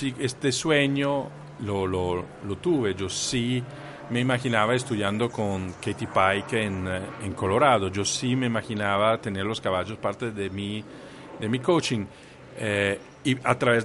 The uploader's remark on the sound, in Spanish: Nos recibió en la terraza de su casa, con la vista a un campo de golf, con el sonido de los pájaros, lluvia y truenos.